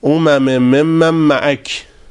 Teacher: مخصوصا که نونم با میم بعدی ادغام میشه